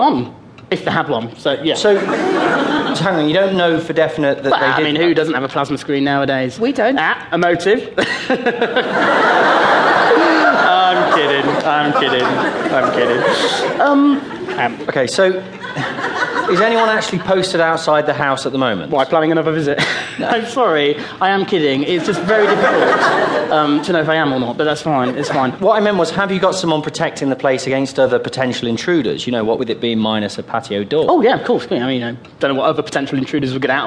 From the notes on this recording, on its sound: A BBC Radio 4 series of character pieces. Presents his memory technique to a live studio audience.